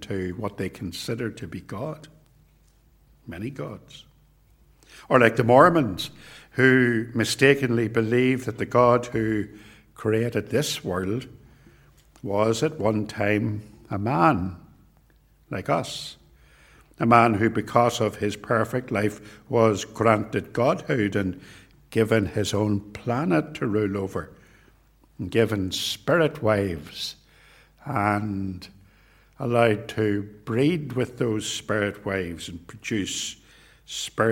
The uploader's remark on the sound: This sermon was preached at both Ballymacashon and Templepatrick reformed Church. This recording was made at TRC, and is reproduced here with their kind permission.